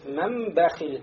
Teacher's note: нун превратился в мим и стало мэм бахиль. И при этом получается, что мы смыкаем две губы.